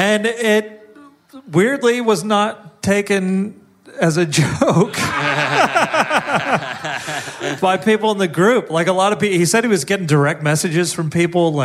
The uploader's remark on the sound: Live in Perth! A killer live episode.